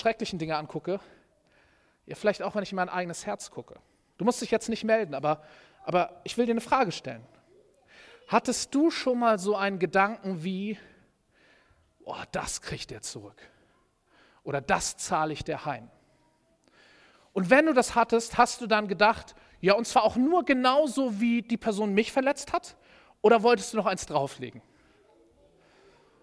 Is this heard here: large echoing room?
yes